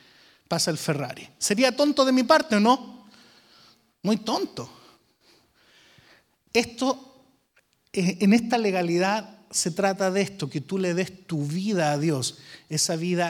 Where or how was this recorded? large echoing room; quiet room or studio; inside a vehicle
large echoing room